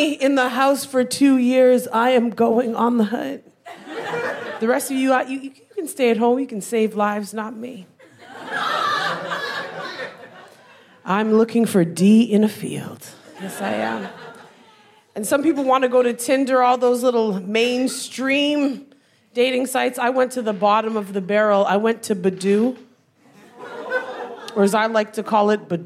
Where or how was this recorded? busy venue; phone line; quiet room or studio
busy venue